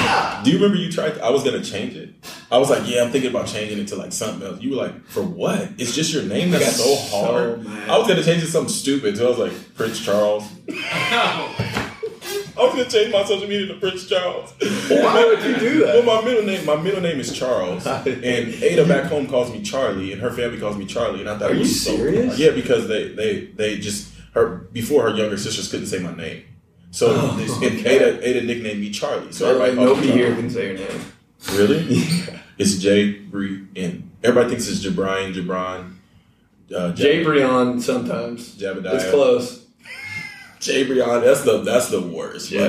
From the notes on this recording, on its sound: Really bad audio we had some technical difficulties but did our best.